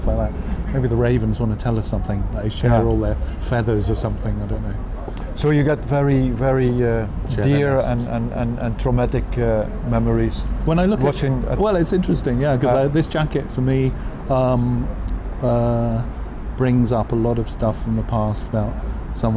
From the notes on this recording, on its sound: Sat outside on a terrace of a Turkish café, just opposite Görlitzer Bahnhof in Berlin, took a coffee, and talked. Street noises in the background.